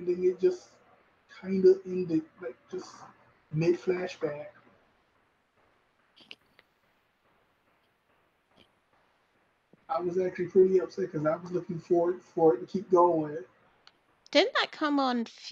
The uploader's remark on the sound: We are aware of the sound issues and are still working on it so apologies in advance for the quality.